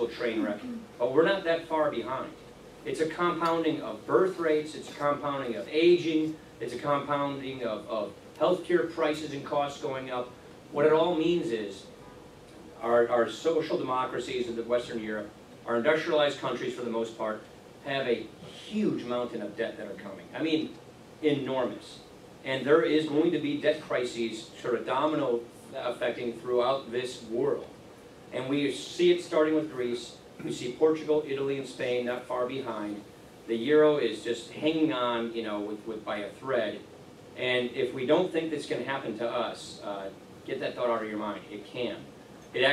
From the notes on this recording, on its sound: WASHINGTON, DC. In a speech this morning to The Ripon Society.